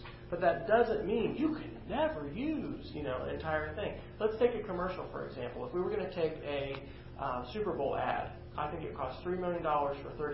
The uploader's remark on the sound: presentation for faculty and staff at Western Oklahoma State College